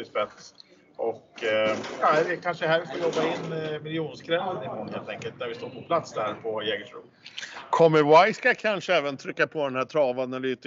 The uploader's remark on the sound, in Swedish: Podden inspelas på Malmö Live i livlig miljö.